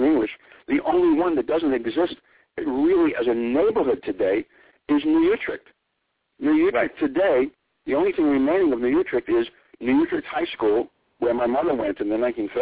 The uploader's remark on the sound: calls in this evening